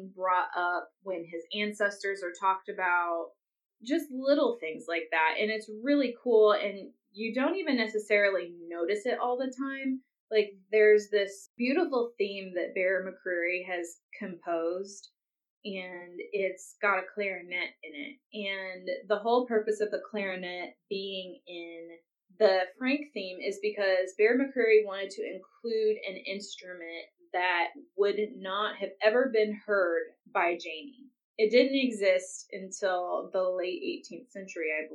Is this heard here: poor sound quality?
yes